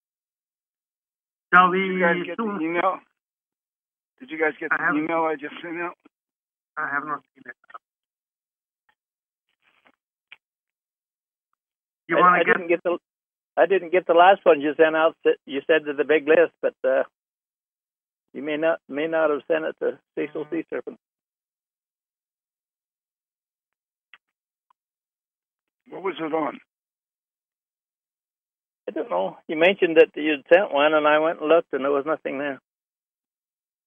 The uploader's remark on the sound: Conference Call LIVE